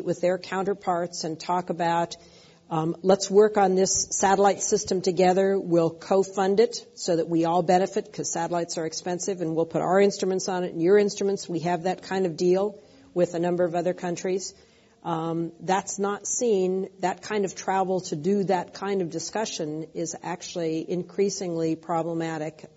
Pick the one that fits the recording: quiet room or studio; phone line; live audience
live audience